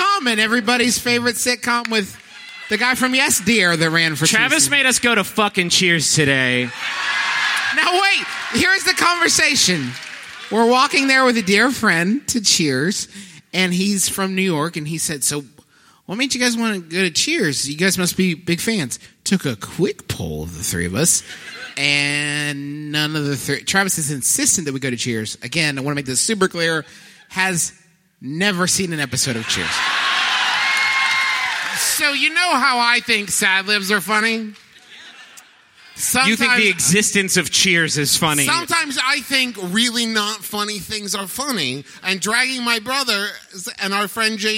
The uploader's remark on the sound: Here's our live show from the Wilbur Theater in beautiful Boston, MA! One out of the three of us was also playing Pokemon Go basically the whole time we were on stage.